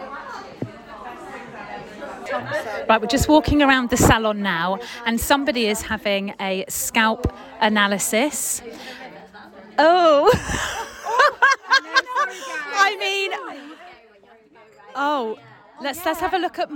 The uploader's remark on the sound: we are live from Hair Union in Sheffield